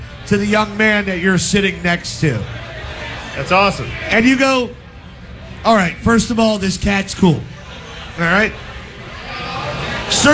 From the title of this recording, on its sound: LIVE from our Giants Playoff Tailgate!